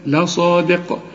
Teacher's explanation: والصاد مفخمة، وبالذات إذا كان بعدها ألف تبقى أعلى درجات التفخيم